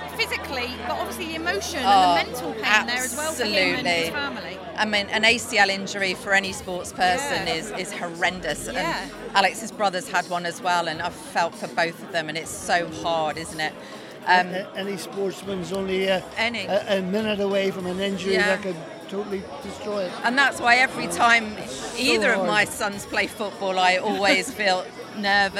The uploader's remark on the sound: Out and about: Channel Islands Sports Awards. The stories and voices from the 2024 Channel Island Sports Awards.